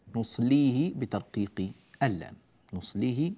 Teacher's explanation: اللام في الكلمتين جميعا مرققة وليس إحداهما بمغلظة